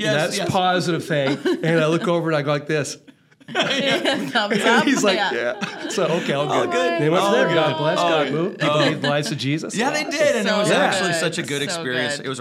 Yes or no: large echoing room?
no